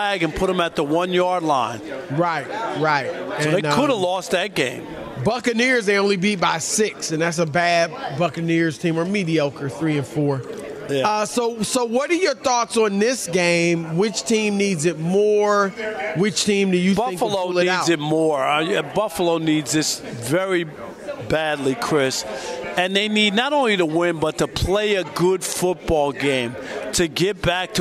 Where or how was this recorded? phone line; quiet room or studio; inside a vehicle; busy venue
busy venue